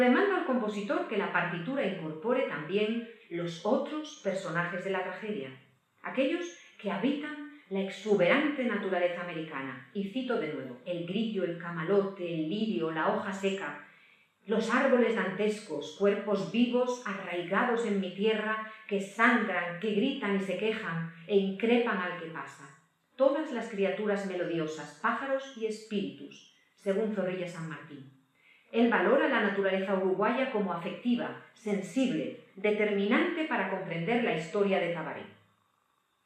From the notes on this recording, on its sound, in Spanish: La conferencia fue grabada en el Teatro de la Zarzuela en marzo de 2022.